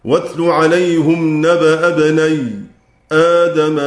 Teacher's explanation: ورد عن خلف أنه كان يسكت سكتا قليلا حال الوصل · Term: السكت